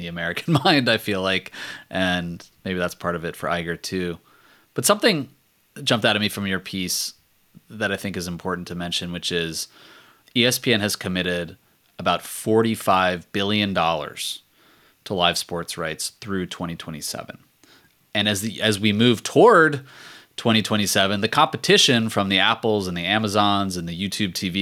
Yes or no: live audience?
no